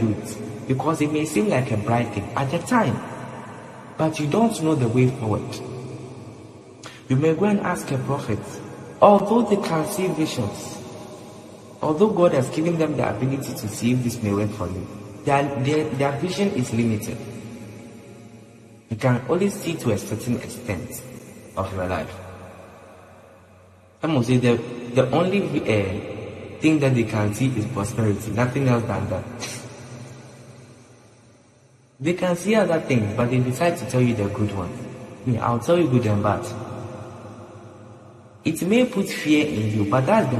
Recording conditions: large echoing room